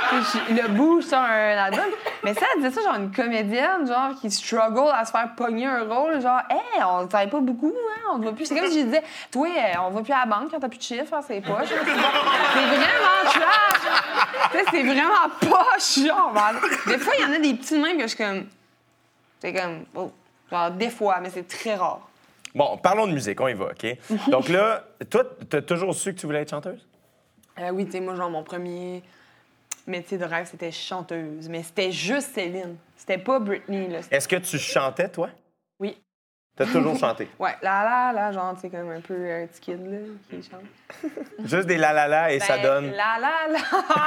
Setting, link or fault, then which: setting, live audience